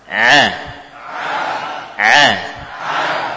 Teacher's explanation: ain bukan huruf lidah namun murni dari tenggorokan